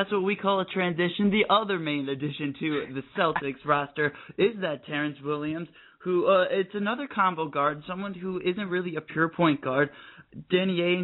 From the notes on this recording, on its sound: Of ESPN 1080 out in Portland will call into the show.